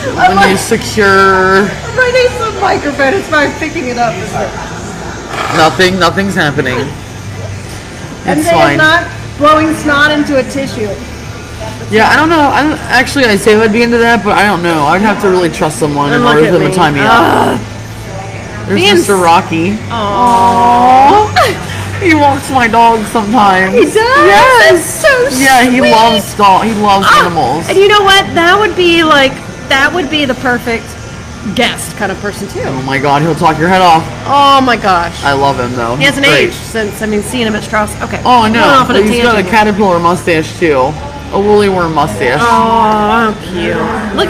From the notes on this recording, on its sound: We are live at Zola's